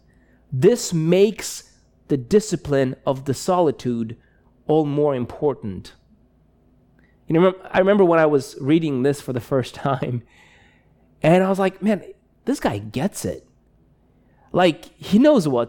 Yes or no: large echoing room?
yes